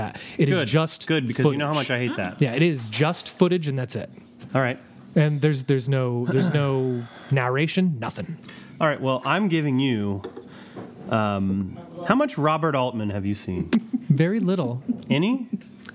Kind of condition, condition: setting, busy venue